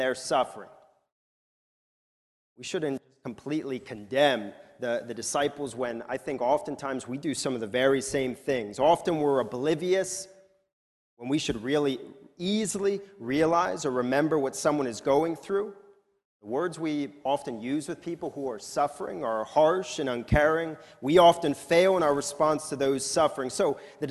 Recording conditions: large echoing room